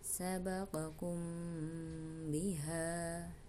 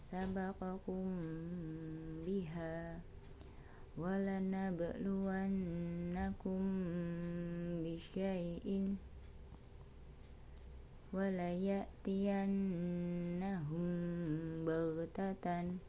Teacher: mim sukun bertemu dengan ba dibacanya samar-samar dan didengungkan sabaqakum biha agak ditahan sebentar dan didengungkan sabakum biha walana bishayin · Term: ikhfa syafawi